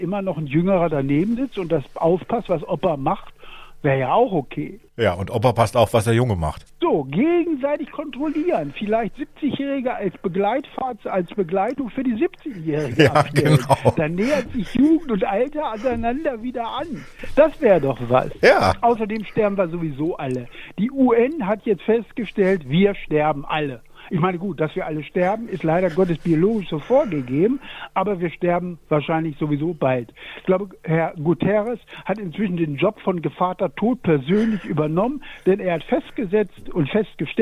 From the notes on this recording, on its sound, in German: Live aus dem Krankenwagen. Er sich nur per Telefon aus dem Notarztwagen melden kann.